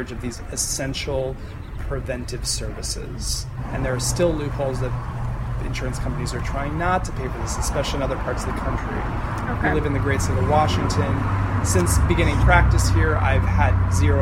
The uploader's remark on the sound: The interview took place on a sunny Friday afternoon. Sat outside in a little courtyard attached to the Planned Parenthood building. You may notice some background noise on the recording of the interview. Those are the sounds of 5:30pm at what is basically a 5-way intersection.